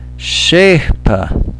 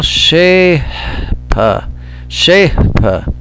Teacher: Can you hear that little H sound after the vowel?